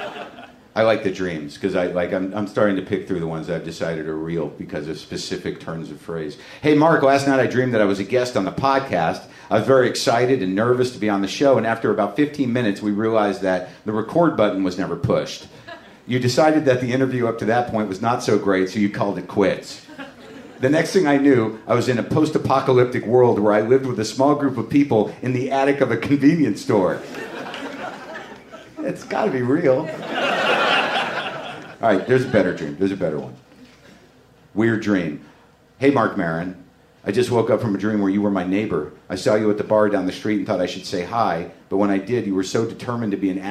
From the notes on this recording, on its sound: a Live WTF taping at SXSW in Austin, Texas